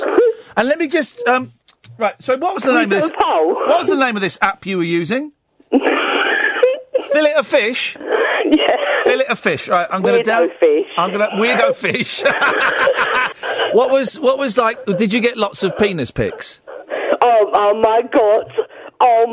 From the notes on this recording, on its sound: joined on the phone